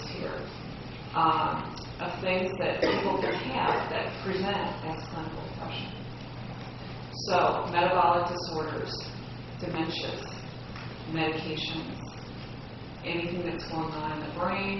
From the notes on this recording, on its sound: Medical Student Lecture. Sorry about the poor audio quality.